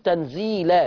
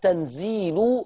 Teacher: حفص بيقول تنزيلا بفتح اللام، ورش يقرأ تنزيل بضم اللام